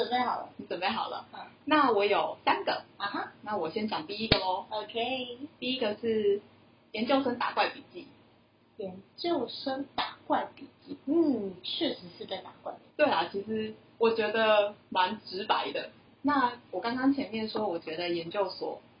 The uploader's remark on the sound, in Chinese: 第一集好像收音還沒調整好請大家見諒啊